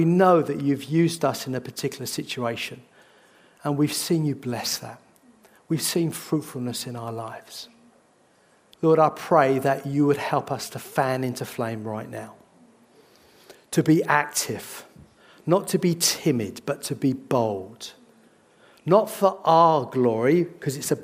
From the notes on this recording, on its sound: This sermon was recorded on Sunday 12th March 2023 at our Putnoe venue.